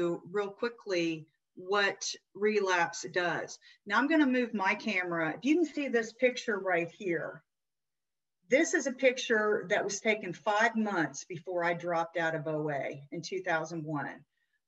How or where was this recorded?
video call